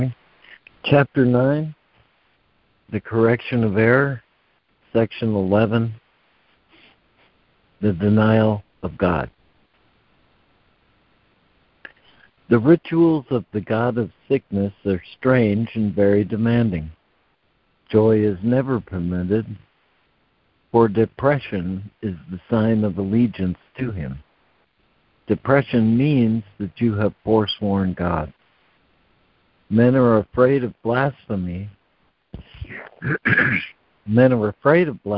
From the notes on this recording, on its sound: ACIM Daily Conference Call.